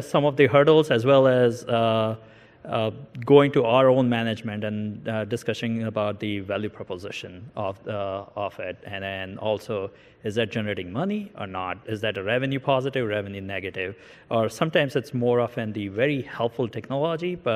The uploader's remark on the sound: First recorded at the 2019 PODD: Partnership Opportunities in Drug Delivery conference. A panel of Connected Health leaders in the industry provide their views.